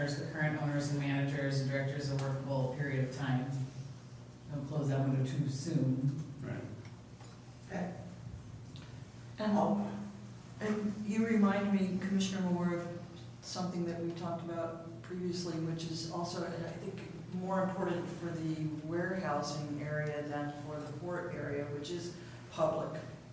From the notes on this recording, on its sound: Live recording of the Astoria Planning Commission meeting. Note that the meeting begins with the APC convening briefly as the Traffic Safety Committee.